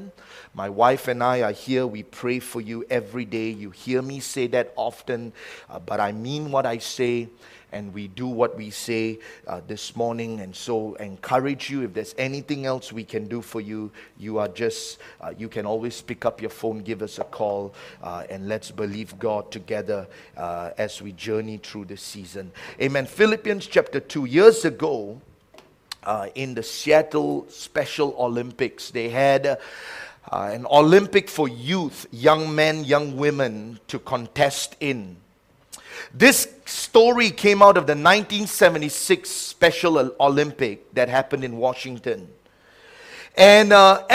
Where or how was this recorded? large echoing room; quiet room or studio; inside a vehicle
large echoing room